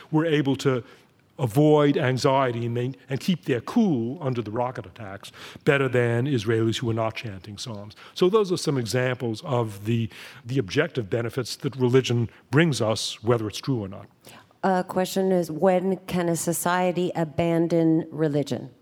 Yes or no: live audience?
yes